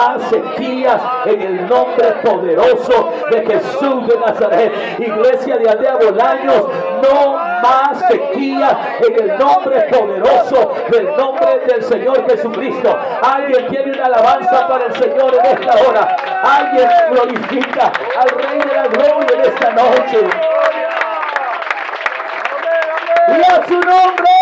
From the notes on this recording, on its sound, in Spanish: Audio Predicación registrada el 28-enero-2023 en Iglesia Pentecostal Unida Internacional El Salvador en Aldea Bolaños Santa Ana.